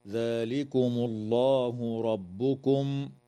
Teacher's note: تفخم اللام في اسم الله لوقوعها بعد ضمة